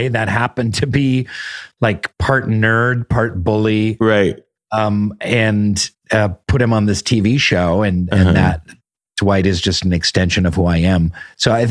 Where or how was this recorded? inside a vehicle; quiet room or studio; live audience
quiet room or studio